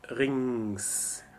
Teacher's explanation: So we have the N, phonetically we have the N with the tail and then just a regular old S and no K sound